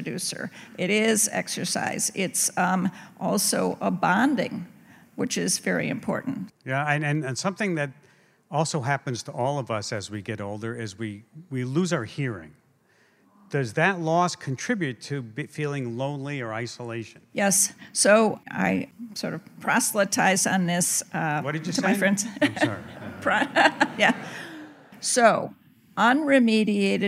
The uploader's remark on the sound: In front of a live audience at the Studebaker Theater in Chicago, Illinois, presented with WBEZ and Mindworks.